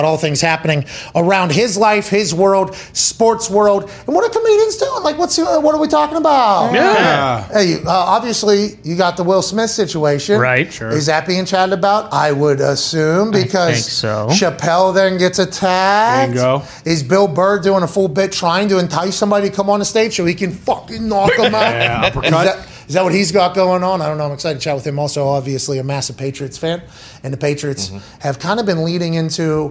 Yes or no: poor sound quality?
no